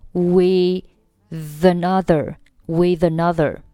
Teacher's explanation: 因为 with 末尾 th，它是一个咬舌音，上下齿要轻触舌尖